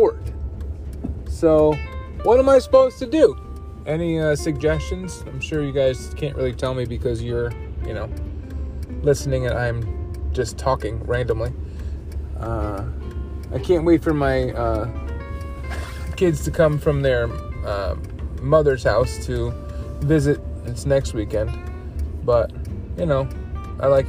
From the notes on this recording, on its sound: Driving in my car